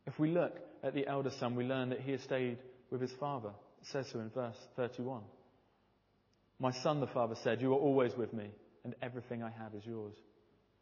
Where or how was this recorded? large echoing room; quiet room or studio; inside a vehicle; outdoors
large echoing room